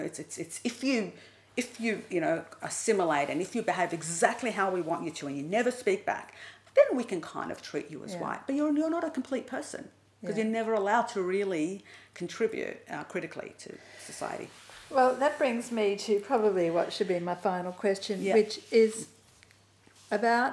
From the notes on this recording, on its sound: in inner Sydney, with its attendant suburban background soundtrack